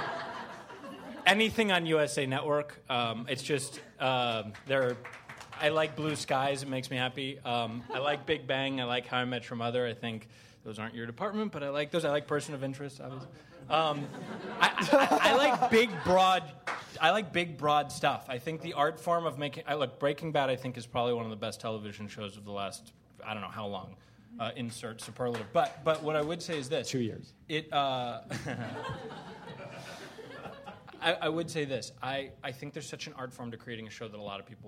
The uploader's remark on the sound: Pitch-Pilot-Pick Up panel from ATX Television Festival. Recorded at the Stephen F.